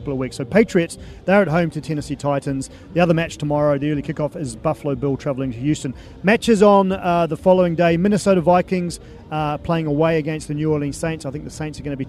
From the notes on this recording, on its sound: From the rooftop garden of Barasti.